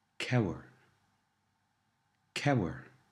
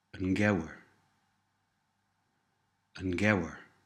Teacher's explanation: As you can hear, the word for weather, cower, softens the K sound at the beginning of the word to a G sound after un, the. · Shown in: second take